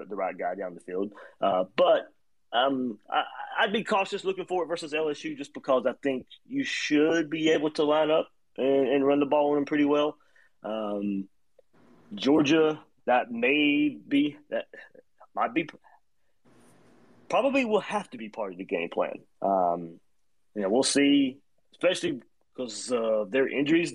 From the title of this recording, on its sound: Twitter Spaces Chat